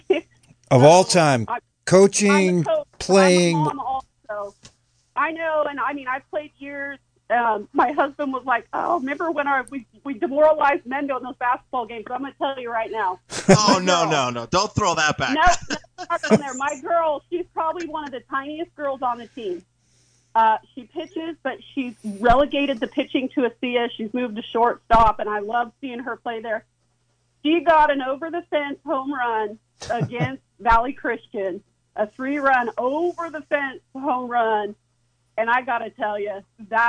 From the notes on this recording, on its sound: an hour of community call ins